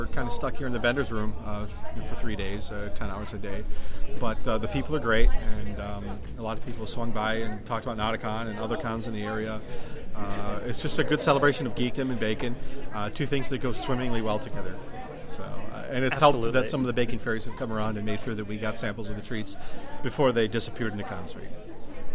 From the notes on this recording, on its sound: It was recorded at Ba-Con in Columbus last summer.